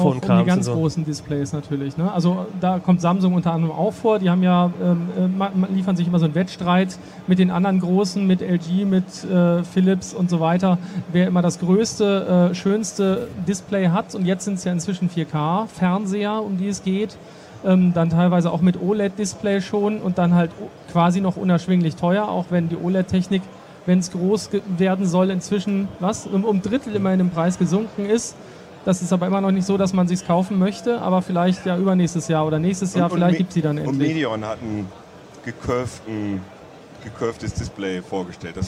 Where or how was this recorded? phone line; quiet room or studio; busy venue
busy venue